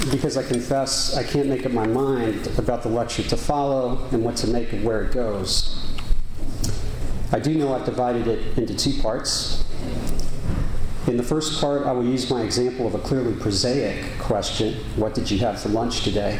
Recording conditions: large echoing room